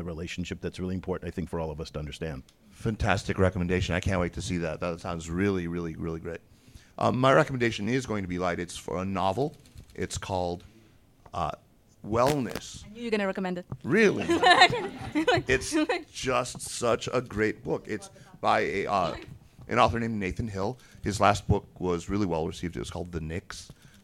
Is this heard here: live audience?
yes